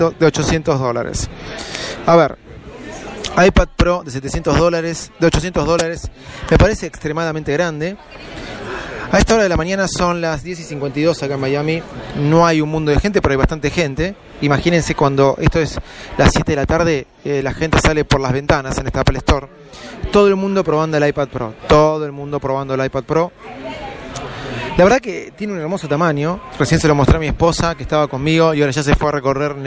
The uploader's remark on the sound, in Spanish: DESDE APPLE STORE EN VIVO